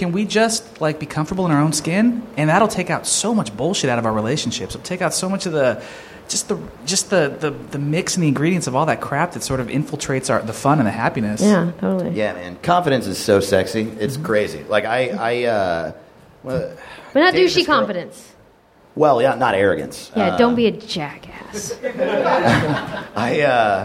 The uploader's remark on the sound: live at NerdMelt!